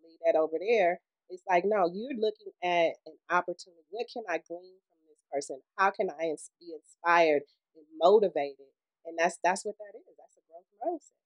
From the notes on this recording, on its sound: Sorry about the audio my husband is learning the equipment